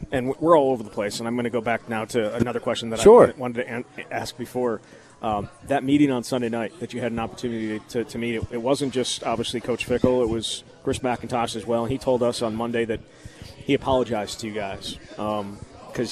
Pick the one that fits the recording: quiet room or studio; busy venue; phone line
busy venue